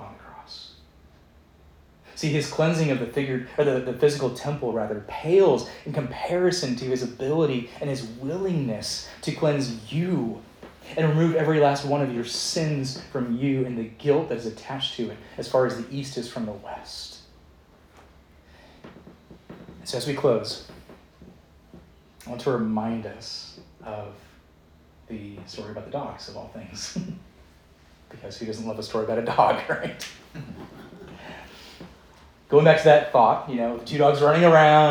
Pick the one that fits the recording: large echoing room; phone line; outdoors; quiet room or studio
large echoing room